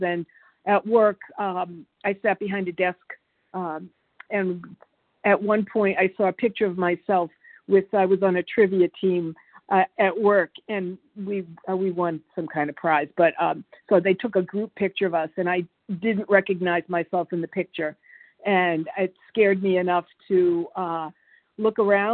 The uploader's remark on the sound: qualification from the 100 Pounders Phone Meeting